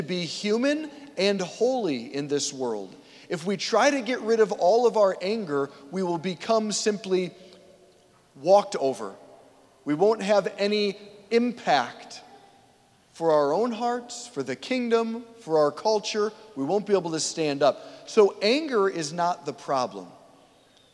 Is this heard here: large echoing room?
yes